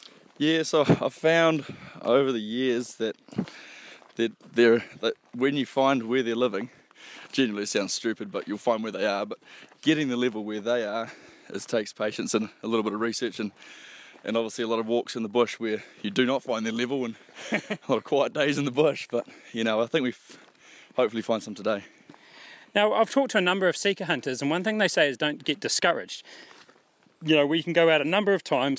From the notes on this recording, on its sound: Recorded from the Kaimanawas